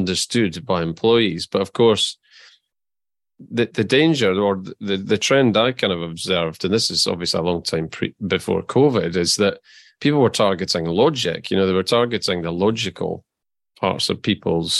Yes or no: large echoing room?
no